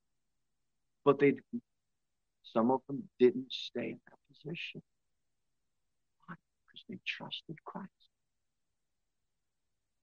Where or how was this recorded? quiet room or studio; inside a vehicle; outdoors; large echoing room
large echoing room